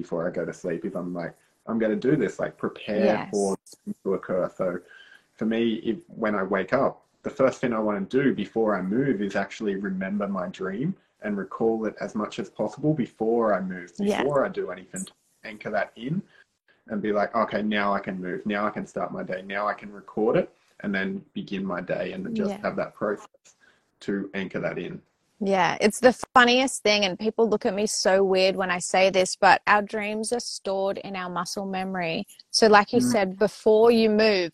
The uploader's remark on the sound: This is an audio grab from an instagram live video we did together.